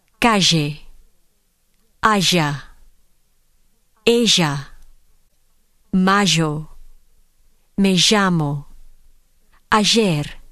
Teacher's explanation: In some dialects of South American Spanish, the palatal sound j replaces both the l and the y sounds.